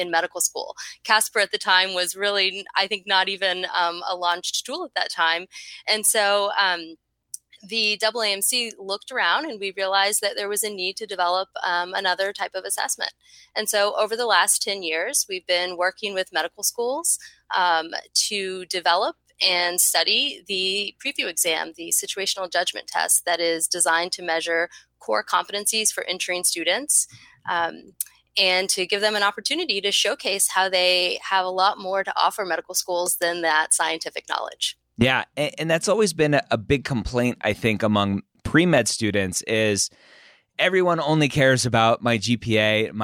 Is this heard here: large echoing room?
no